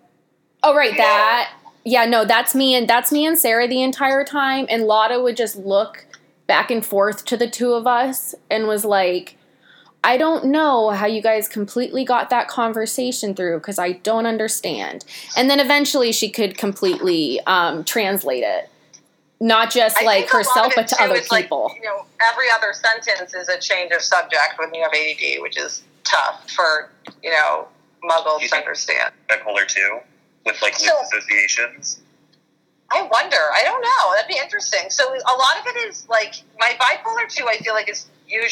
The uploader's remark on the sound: On this episode, I had a conference call